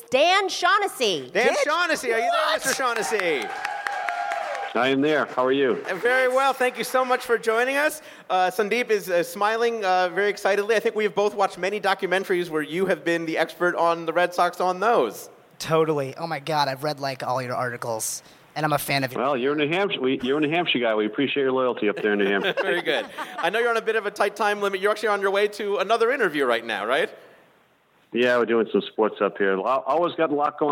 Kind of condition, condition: setting, busy venue